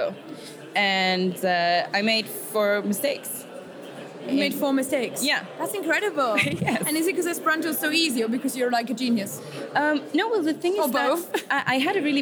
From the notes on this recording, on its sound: Live from the Polyglot Gathering 2017. The live clips are. Interviews, impressions and fun from the conference floor.